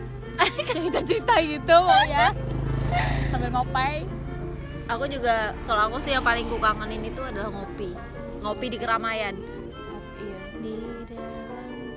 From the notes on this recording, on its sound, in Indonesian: Podcast ini direkam di pinggir jalan Lamtoro sambil nunggu waktu buka puasa.